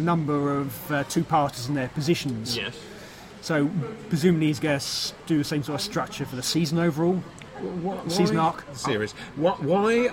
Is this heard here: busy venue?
yes